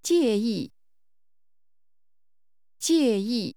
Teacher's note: This word is pronounced with two falling tones.